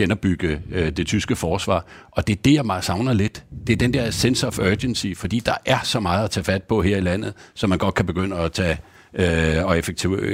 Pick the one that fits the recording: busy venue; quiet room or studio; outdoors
busy venue